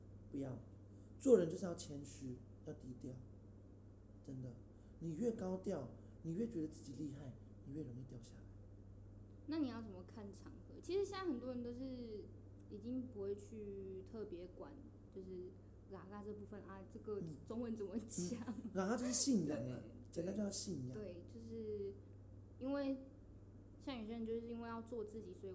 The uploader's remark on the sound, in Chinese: 音量上面會時而大聲時而小聲。整集也因為在開放空間錄製 聲音很小。